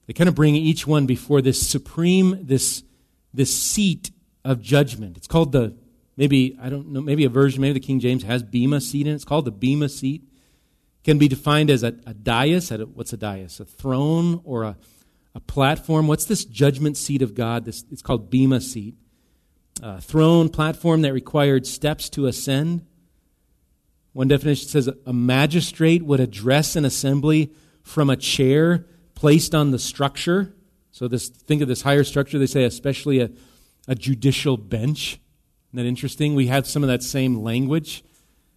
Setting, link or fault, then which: setting, large echoing room